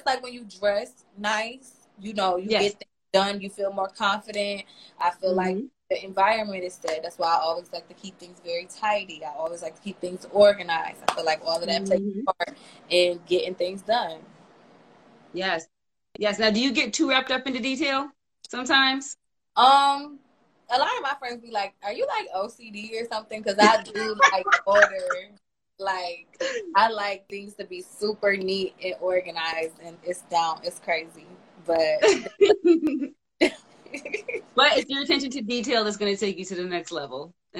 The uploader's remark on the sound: a special Instagram Live #WFH edition